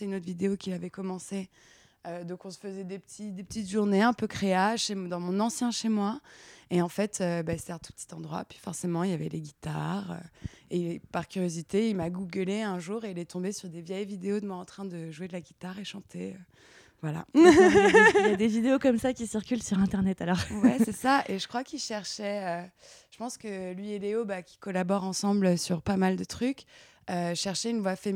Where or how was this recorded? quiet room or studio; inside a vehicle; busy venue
quiet room or studio